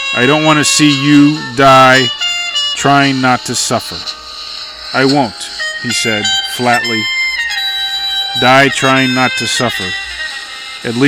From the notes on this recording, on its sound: On this summer night, from the middle of my backyard